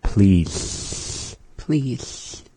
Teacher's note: you'll kind of want to hold the L into the rest of the word · Term: LH